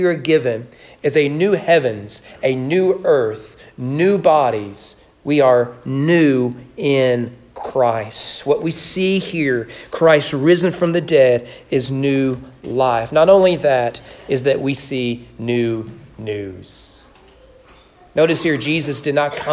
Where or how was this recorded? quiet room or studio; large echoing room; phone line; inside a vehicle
large echoing room